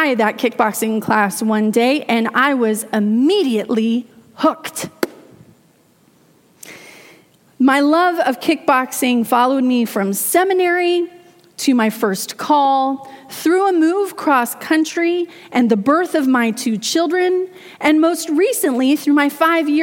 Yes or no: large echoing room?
yes